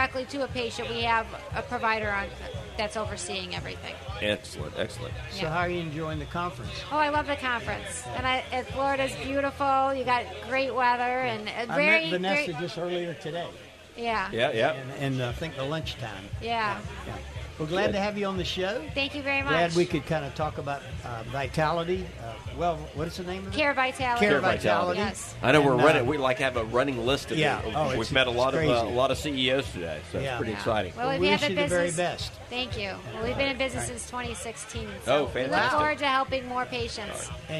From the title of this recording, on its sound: LIVE SPECIAL edition from the Florida Association of Accountable Care event